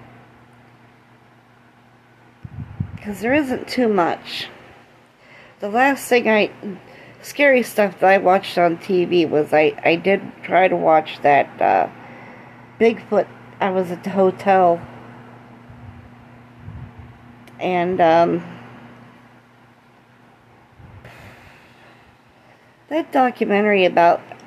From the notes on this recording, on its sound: Don't mind the background noise.